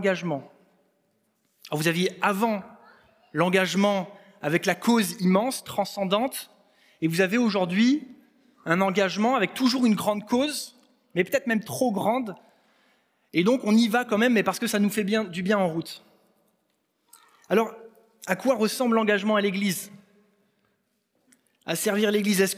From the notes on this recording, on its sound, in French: Enregistré à l'église CVV.